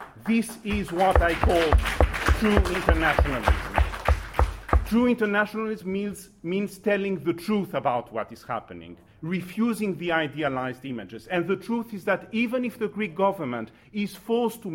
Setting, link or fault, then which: setting, live audience